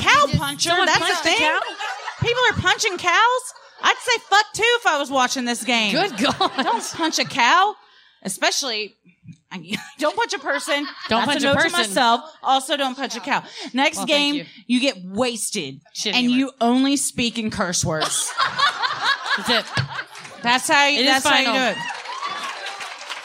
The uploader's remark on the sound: Recorded Live at The Improv, Addison.